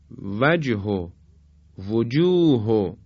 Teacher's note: هاء ذاتی یا هاء جوهری هر چی باشه به همون صورت و بدون اشبا و کشش ادا میشه